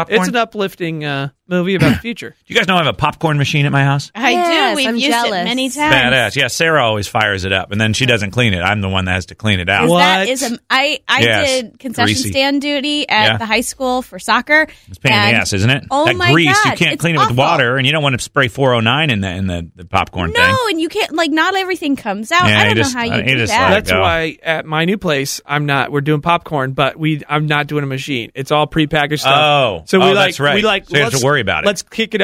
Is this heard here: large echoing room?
no